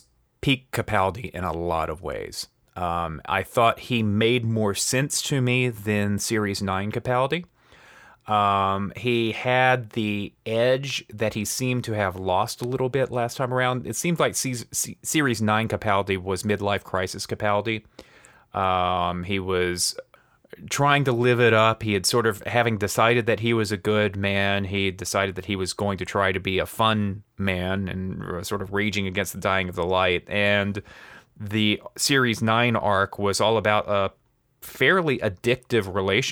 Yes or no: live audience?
no